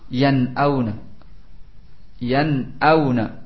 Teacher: Dibaca dengan jelas nunnya. Ya, tanpa didengungkan. · Term: idhar